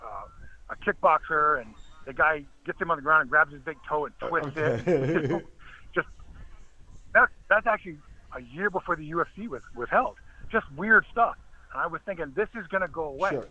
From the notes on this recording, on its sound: On the phone to go over what happened on some of the wildest shows from the mid-1990's.